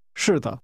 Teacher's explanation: a falling tone followed by a neutral tone